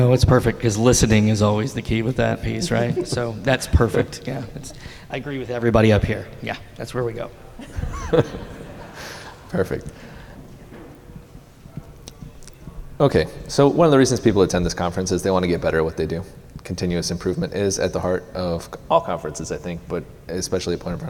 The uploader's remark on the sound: At Point of Rental's 2023 International Conference, we welcomed several rental leaders up to the stage to talk about the state of the industry and its future.